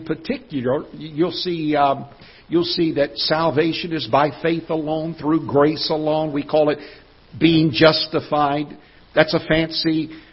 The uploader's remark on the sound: Ketha Heights Baptist Church ~ Live Broadcast